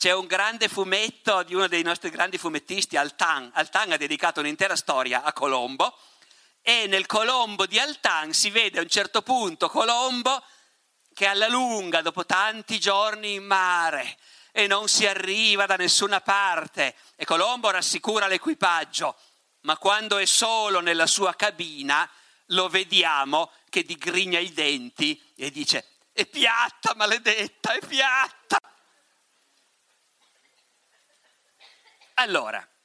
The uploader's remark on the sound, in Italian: Moby Dick Festival, 2019. Ospite del Moby Dick Festival.